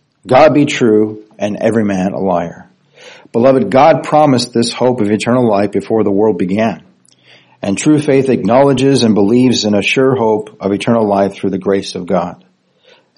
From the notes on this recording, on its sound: Recorded Sunday morning, May 21st, 2023 at Sovereign Grace Church in New Caney, Texas USA.